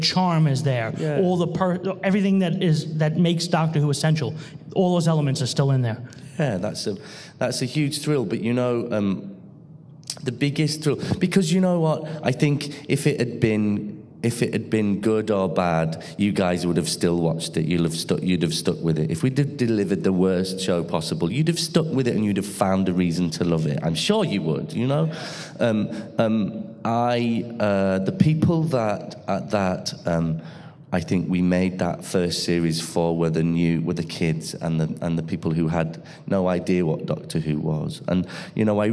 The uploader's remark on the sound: LIVE on stage at Gallifrey 20 in Los Angeles, CA